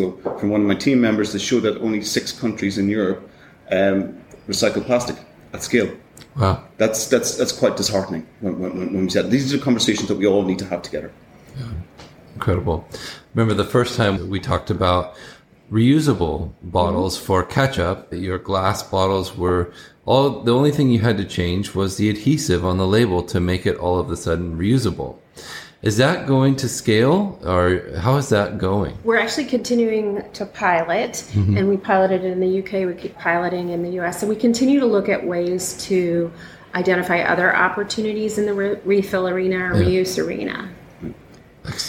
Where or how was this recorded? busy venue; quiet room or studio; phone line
busy venue